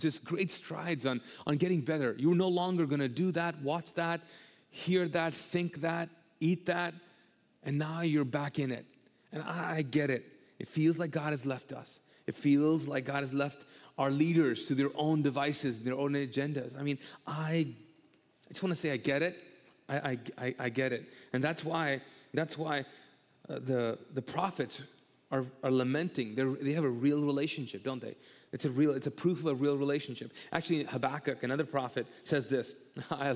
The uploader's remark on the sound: All episodes on this channel are recorded live from the Mosaic Church "Hope Center" in Charlotte North Carolina.